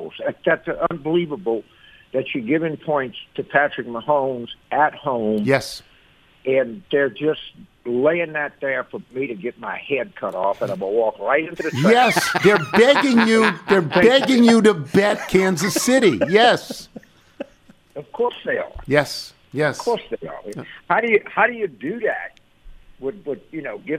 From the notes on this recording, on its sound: phone